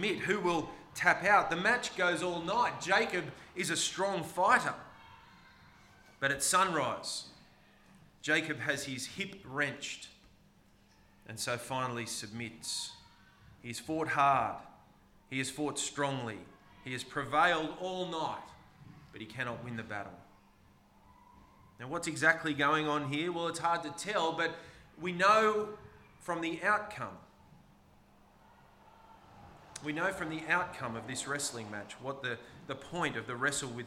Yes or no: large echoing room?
yes